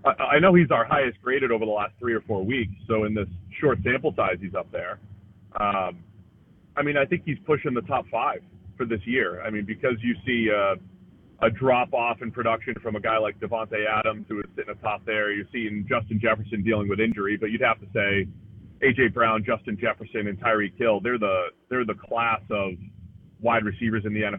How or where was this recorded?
phone line